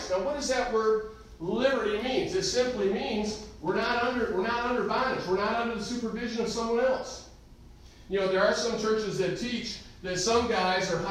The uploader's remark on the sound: Recorded live in the Sunday Morning service at Calvary Baptist Church of Caseville.